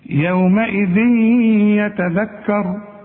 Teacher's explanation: يبقى انا حدغم وكأن الياء مشددة · Term: ادغام